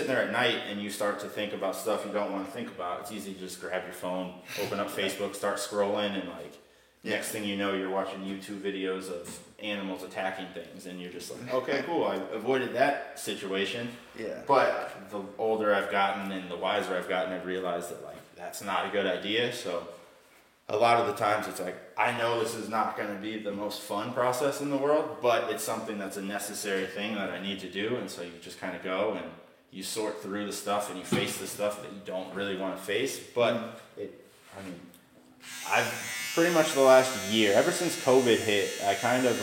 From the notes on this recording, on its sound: This was recorded while he was cutting my hair, so the audio is not the best